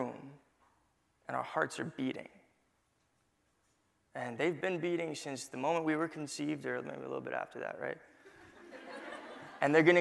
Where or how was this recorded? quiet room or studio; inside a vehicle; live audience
live audience